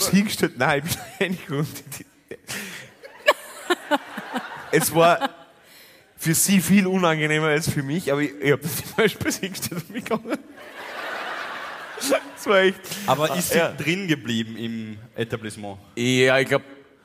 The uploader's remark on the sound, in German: Hawi D'Ehre LIVE aus Salzburg